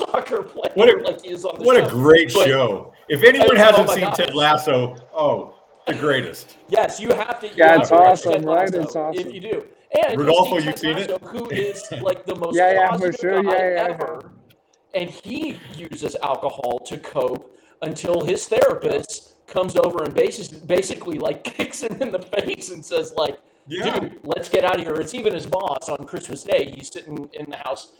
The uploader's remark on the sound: We rehearsed the stream beforehand and the audio was perfect -- then it went to shit again during the actual call, so thank you all once again for bearing with these glitches. The typing sounds will go away after I realized that issue.